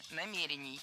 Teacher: Правильно, намерений. Ударение в этом слове ставим на второй слог и не меняем это ударение при изменении слова.